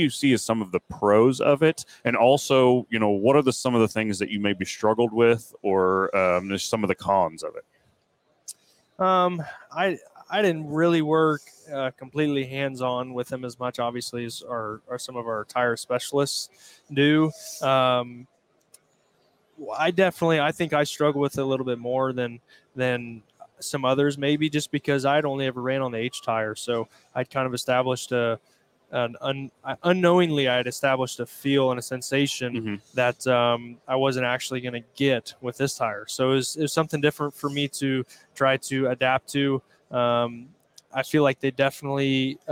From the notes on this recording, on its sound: Live from PRI Trade Show in Indianapolis, IN.